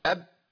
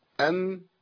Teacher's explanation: الصوت الاول انقطع، اب بعد كده الصوت مشي شويه صغيرين، ام بعد كده الصوت مشي فتره اطول، او